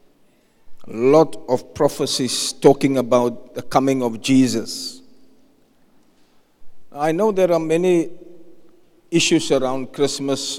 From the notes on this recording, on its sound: Preached at the Zion Sanctuary, Cape Town